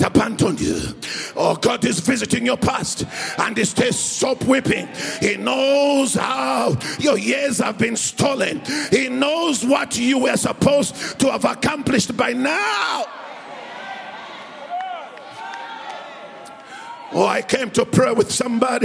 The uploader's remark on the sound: Preached at Grace Bible Church Pimville at the 7am service on the 14th of August 2022.